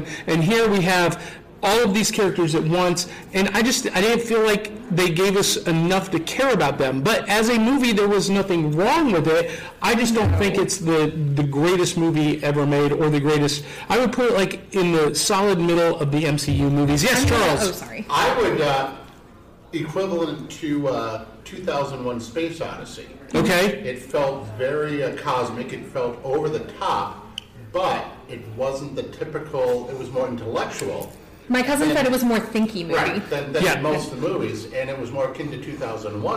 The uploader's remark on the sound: Broadcast live in front of a live audience at Chattacon!